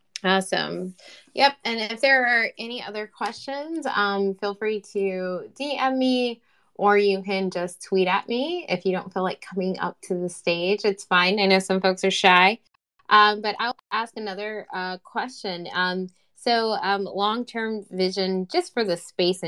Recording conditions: video call